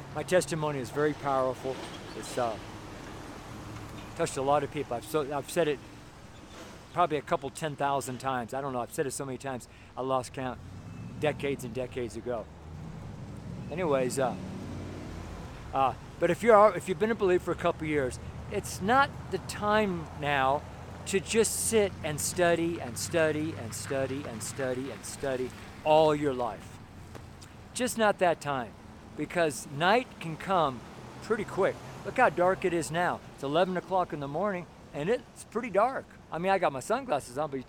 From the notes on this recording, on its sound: Street Sermon from Nederland, Colorado. It was like the first day of winter up in Nederland...